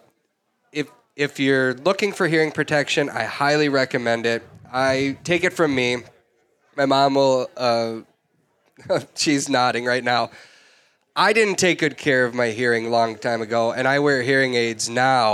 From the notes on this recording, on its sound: Live from Bear Cave Brewing in Hopkins, MN the entire Flush crew celebrates the start of a new hunting season answering questions from viewers and listeners, while sippin’ drinks with an audience of hunters.